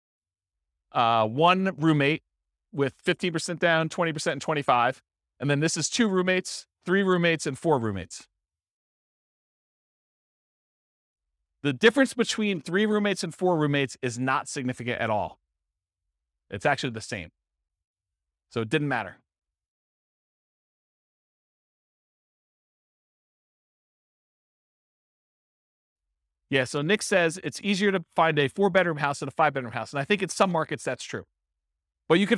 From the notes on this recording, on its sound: This was a live class recorded